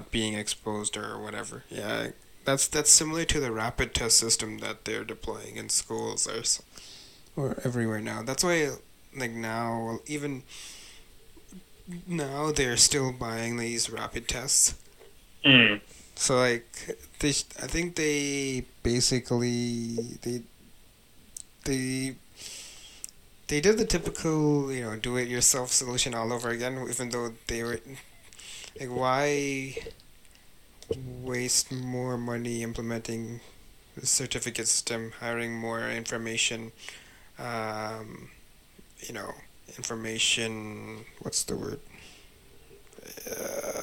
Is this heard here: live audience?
no